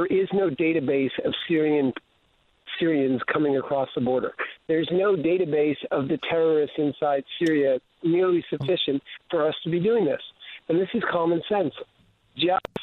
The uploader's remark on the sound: phone guest of the evening